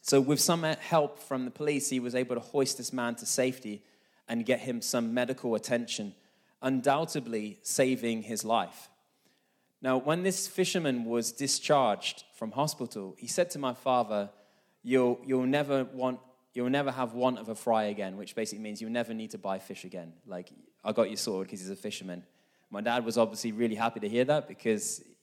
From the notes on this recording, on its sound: This message was recorded live at our Malmö Gathering on Sunday, May 21st, 2023.